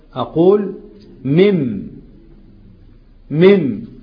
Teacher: مم فين النون؟ أضغمت في الميم والميم مشددة. من ماء دافق من ولي تبقى من ولي، من ولي إضغام بغن.